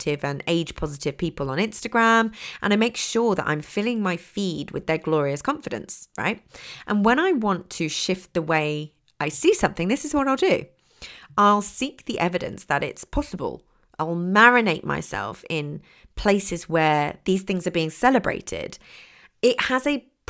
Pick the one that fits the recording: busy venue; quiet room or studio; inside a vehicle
quiet room or studio